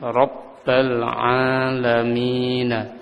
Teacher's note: ketika didahului dengan kalimat yang lain maka alif dianggap tidak ada, langsung ketemu dengan huruf lam